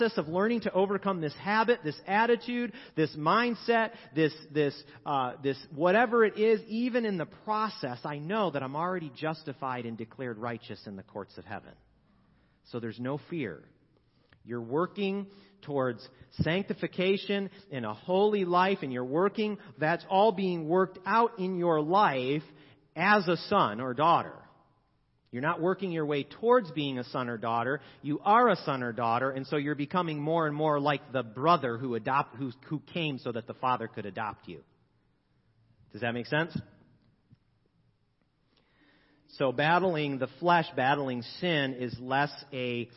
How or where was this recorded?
large echoing room